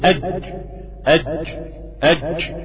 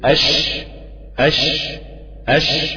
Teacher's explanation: عندك برضو في بعض الناس بتنطق حرف الجيم رخو، مع أن حرف الجيم حرف شديد، أجد قطن بكت حرف شديد، فأنت لو رخيت الجيم فورا هتبقى شين